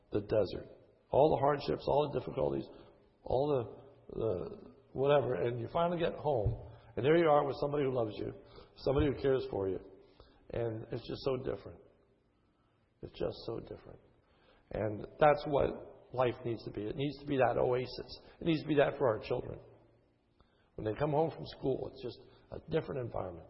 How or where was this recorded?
large echoing room